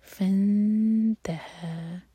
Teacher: تو نون کی آواز کو چھپائیں گے اور تا کے لیے زبان تیار کریں گے اور دو سیکنڈس کا ٹائم دیں گے